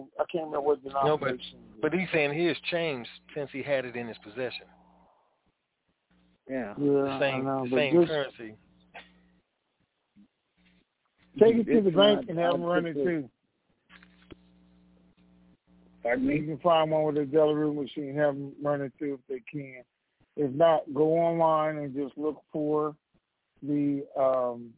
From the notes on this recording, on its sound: TNTSuperfantastic Conference Call